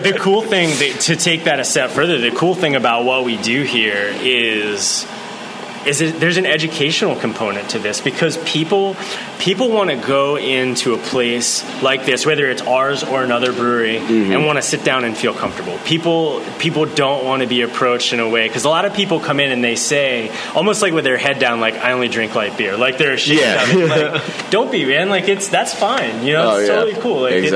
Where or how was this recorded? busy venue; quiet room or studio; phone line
busy venue